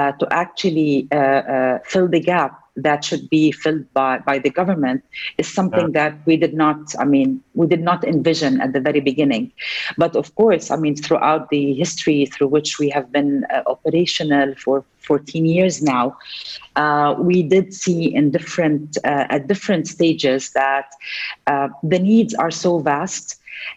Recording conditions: video call